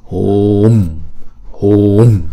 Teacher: chúng ta đọc chữ u này kéo dài hai nhịp